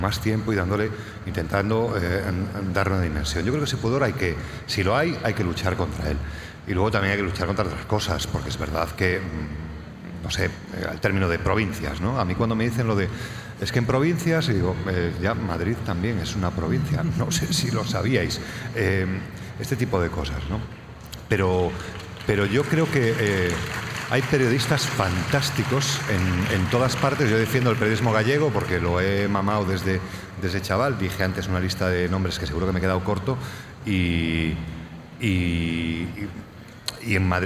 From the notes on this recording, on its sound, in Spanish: Episodio especial grabado en directo en el Festival de las Ideas y la Cultura celebrado en A Coruña.